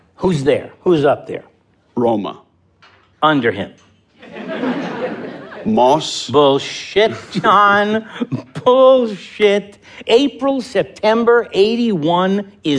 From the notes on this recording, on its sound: Format: Original Recording. Theatre Works full-cast performance. Theatre Works before a live audience. This wonderful full-cast rendering of Mamet's 1984 Pulitzer Prize-winning play loses little in the staged recording. The subtle but completely appropriate sound effects are exciting and superbly amplify the angst and drama.